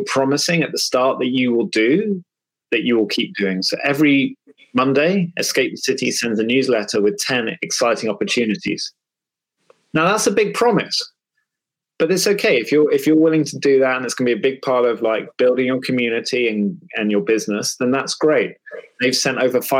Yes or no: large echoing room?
no